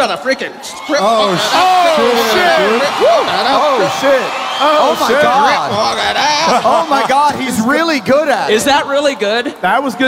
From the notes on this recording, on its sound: Live From Long Beach!